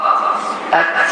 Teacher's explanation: Dilimizin ucunu yukarı kesici dişlerin damağına tokundurmakla